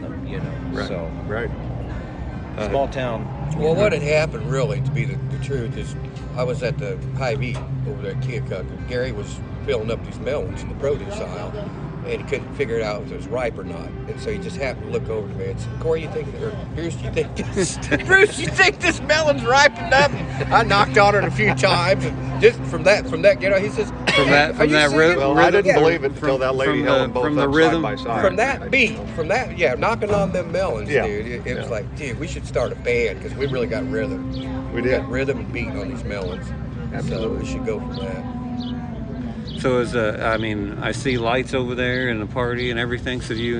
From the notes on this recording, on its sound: live at the Gem City Concert Series